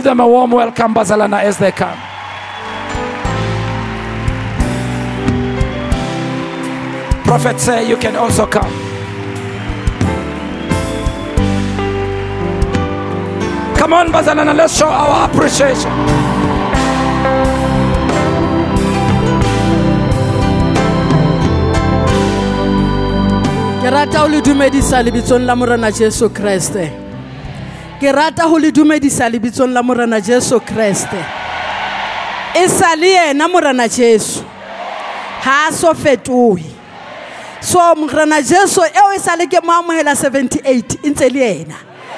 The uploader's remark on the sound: preached at Grace Bible Church Pimville